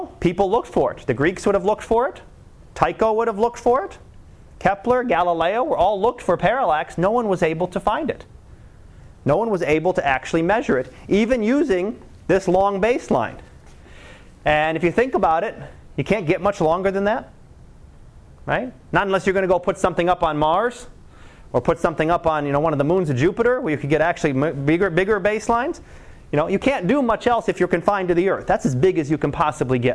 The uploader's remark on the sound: Live Class Lecture